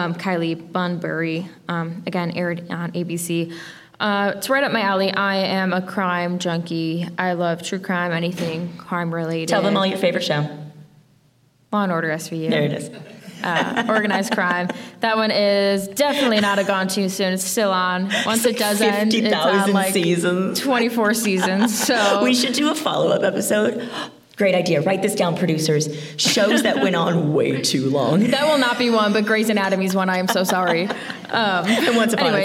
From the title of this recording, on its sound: Live at Phoenix Fan Fusion